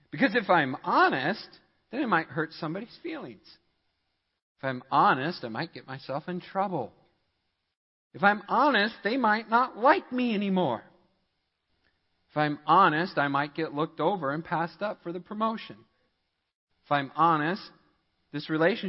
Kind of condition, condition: setting, large echoing room